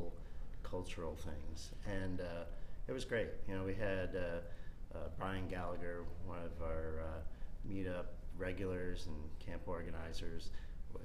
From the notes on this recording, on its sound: Live from GovCon 2016. Live from Drupal GovCon 2016!